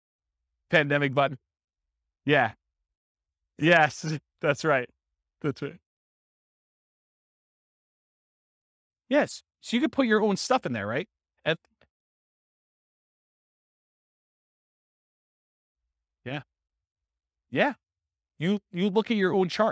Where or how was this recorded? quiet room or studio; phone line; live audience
live audience